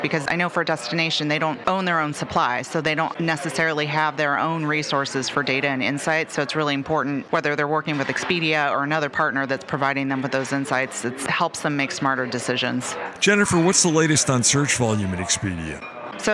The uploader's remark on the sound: Live From Travel Week